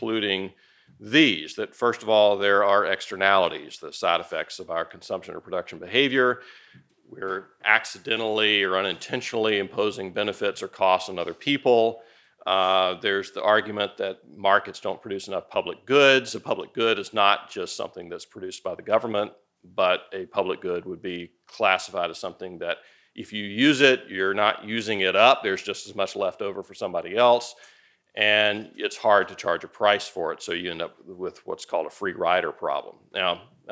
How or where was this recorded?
large echoing room